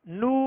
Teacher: نون اور معروف طریقے سے پڑھیں گے، معروف جب ہی ہوگا جب ہونٹوں کو کامل گول کریں گے، ورنہ ہونٹوں کو گول اگر نہیں کریں گے تو مجھول پڑا جائے گا، نون ہو جائے گا. لہذا ہونٹوں کو کامل گول کر کے اس کی مد کریں گے